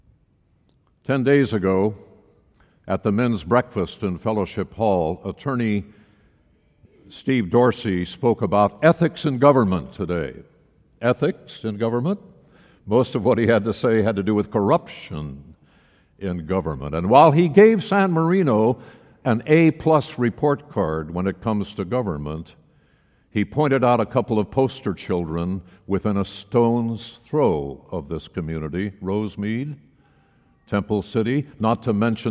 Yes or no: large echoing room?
yes